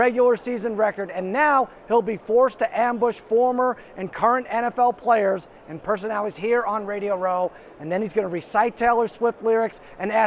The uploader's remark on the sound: Live From Radio Row